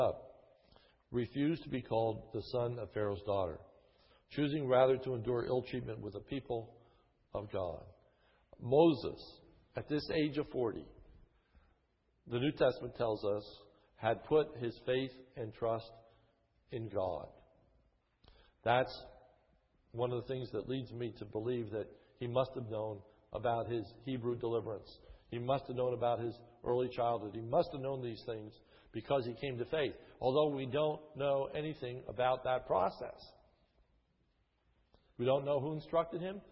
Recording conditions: large echoing room